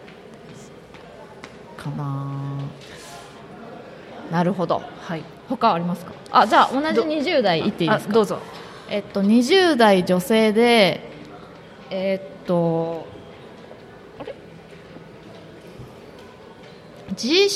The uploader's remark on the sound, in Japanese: 公開収録